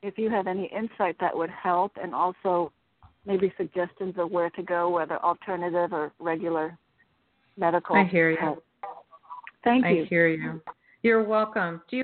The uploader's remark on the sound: In response to callers' questions. On the air.